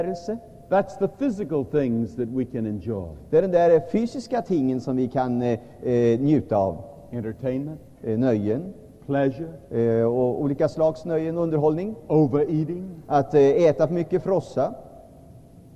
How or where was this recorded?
large echoing room